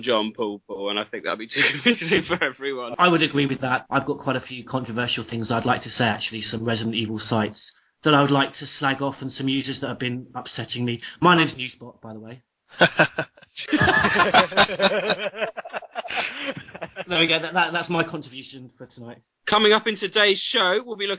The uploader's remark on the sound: February 2012 when we recorded the first episode proper of the then Project Umbrella Podcast. Apologies for the erratic audio quality throughout as back then we were still learning our way around this whole podcasting lark.